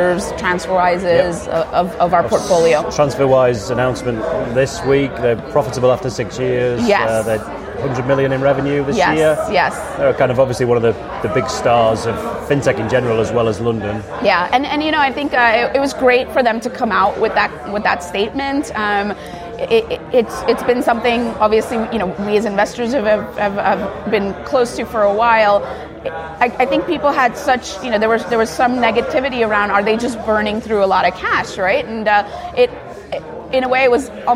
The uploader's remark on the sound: Live from TNW 2017